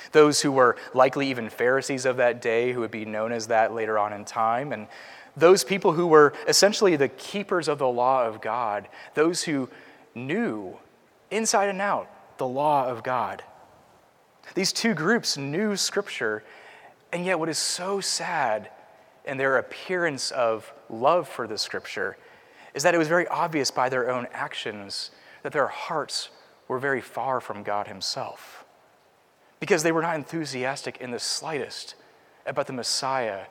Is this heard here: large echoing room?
yes